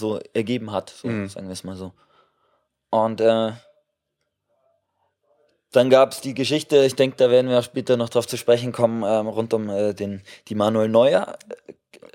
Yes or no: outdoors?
no